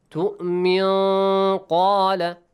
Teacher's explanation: The sound of the noon does not come out of your mouth. It comes out of your nose. · Term: Ikhfa